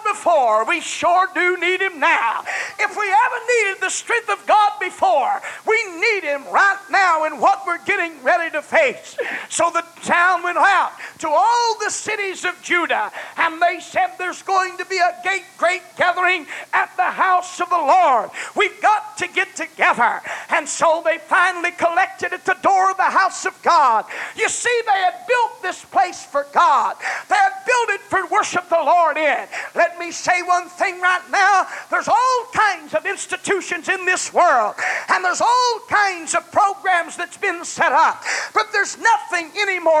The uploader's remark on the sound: recorded on January 21, 1990 at First Apostolic Church in North Vernon, Indiana